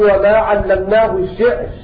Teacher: وما علمناه الشعر بترقيق الراء لأنها ساكنة بعد ساكن وقبل الساكن كسر